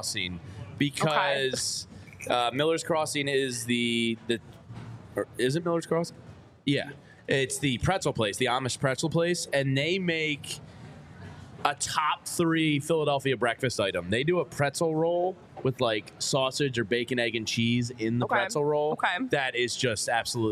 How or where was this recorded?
busy venue